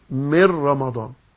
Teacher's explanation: بنضغم النون بتاعت من، نون من، بنضغمها فين؟ في الراء بتاعت رمضان، بقول من رمضان. · Term: ادغام كامل بغير غنة